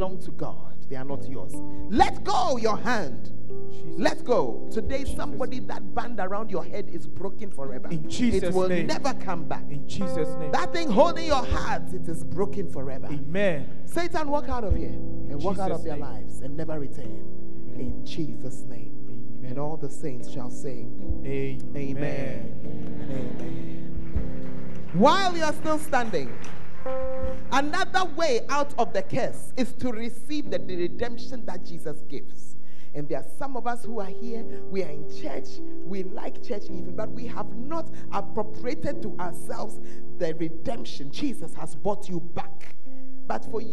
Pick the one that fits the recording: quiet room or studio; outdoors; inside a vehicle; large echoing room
large echoing room